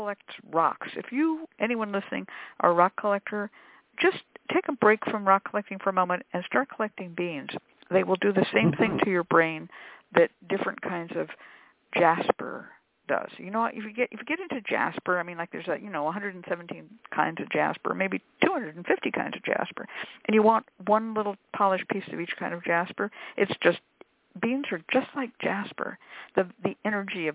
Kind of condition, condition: link, phone line